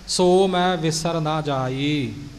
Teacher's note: ਸੋ ਮੈਂ ਇਕੱਠਾ ਨਹੀਂ ਕਹਿਣਾ, ਸੋ ਵੱਖਰਾ ਮੈਂ ਵੱਖਰਾ